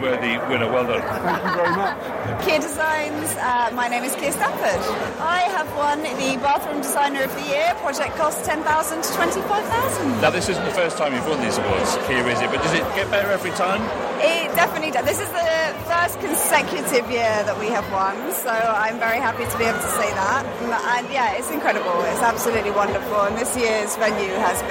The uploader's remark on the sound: The kbbreview Retail & Design Awards 2023: The EVENT. Presents the show LIVE from the awards event in Cardiff and that means you can hear all the winners announced as it happened. Catches up with some of those winners moments after they come off stage.